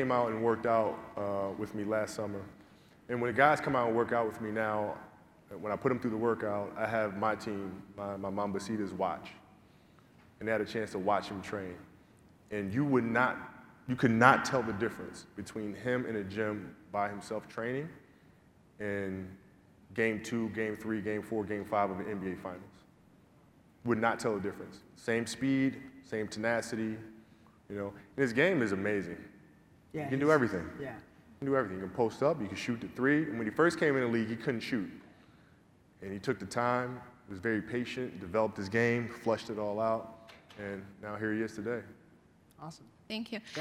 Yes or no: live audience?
yes